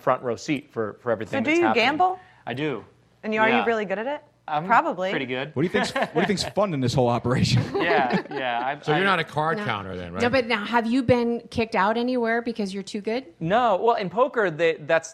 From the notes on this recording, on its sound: The live audience at Comedy Sports Theatre. A live call in from the owner of Nicks Place in Houston, Texas.